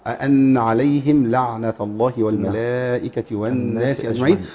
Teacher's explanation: ناخد بالنا من عدم تشديد النون في أن